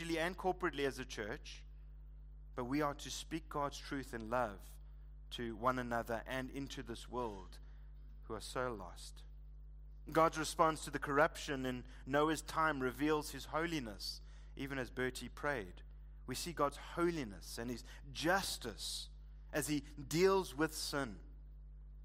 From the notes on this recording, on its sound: Preached at Living Stone Bible Church, on the 25th of February 2024